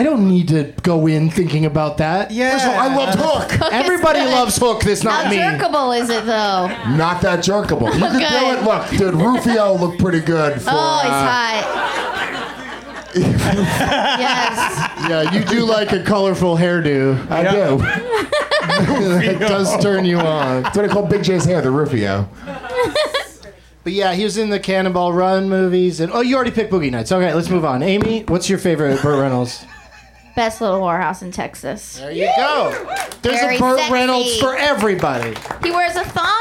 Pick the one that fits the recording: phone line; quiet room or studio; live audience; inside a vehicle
live audience